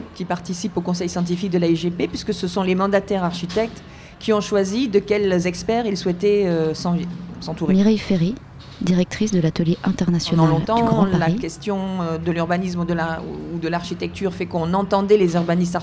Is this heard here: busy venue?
yes